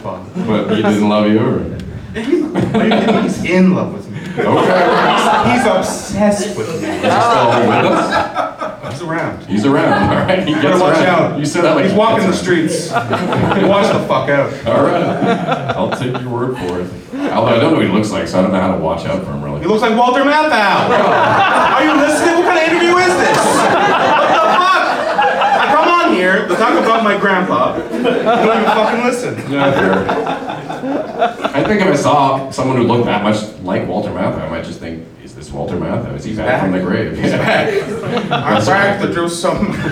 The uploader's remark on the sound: LIVE at Yuk Yuk’s! Recorded at Yuk Yuk's Ottawa in front of live audience. Our soundboard audio ended up being unusable due to us having no experience recording off a live venue soundboard... Thankfully we had an extra camera running in the crowd and the sound from that ended up being pretty decent!